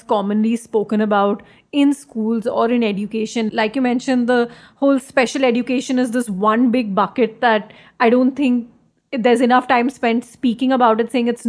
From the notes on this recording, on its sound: This episode was recorded over zoom.